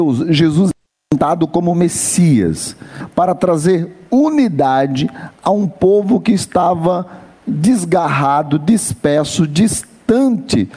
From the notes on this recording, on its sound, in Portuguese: MENSAGEM GRAVADA NO CULTO ON LINE DA IGREJA CANAÃ RECIFE NA TARDE DO DOMINGO, DIA 26 DE ABRIL DE 2020.